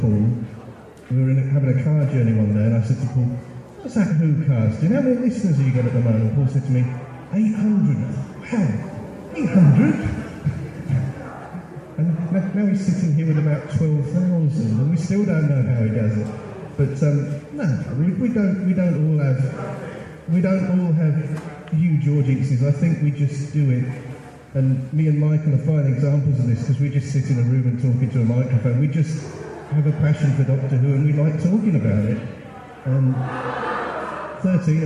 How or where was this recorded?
busy venue